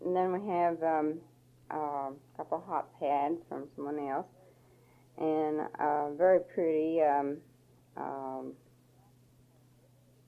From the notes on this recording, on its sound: 1964 Christmas recording. There's a lot of static right at the beginning of this recording, but it clears up very quickly.